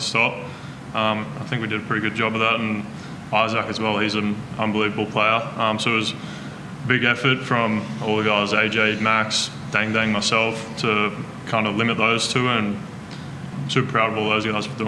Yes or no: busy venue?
yes